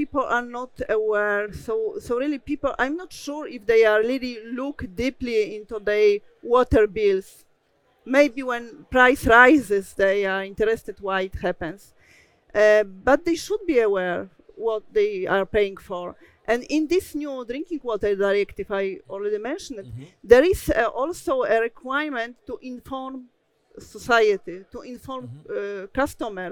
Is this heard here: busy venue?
yes